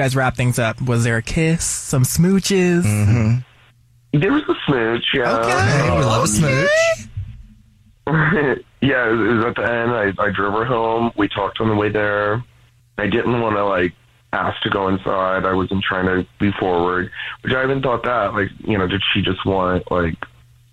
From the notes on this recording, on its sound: We get that other person on the phone